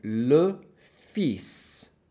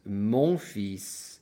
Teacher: you completely ignore the L and pronounce the S as if it were S as in Sam